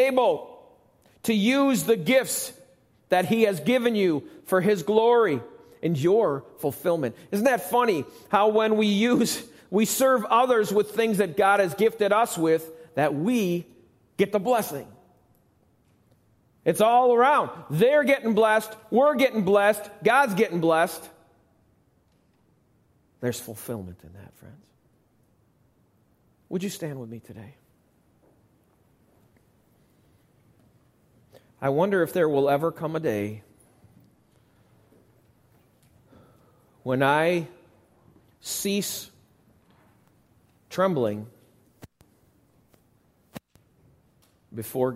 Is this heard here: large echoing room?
yes